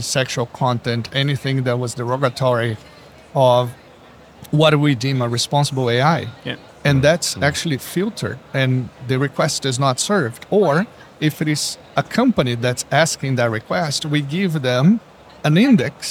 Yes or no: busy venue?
yes